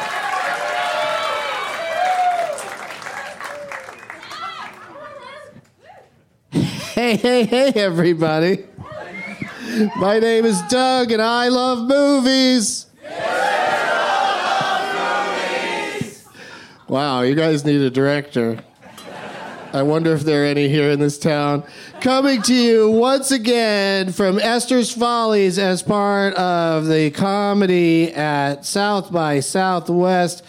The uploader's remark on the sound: Live from SXSW in Austin